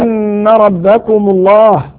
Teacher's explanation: نون مشددة حكمها غنة بمقدار حركتين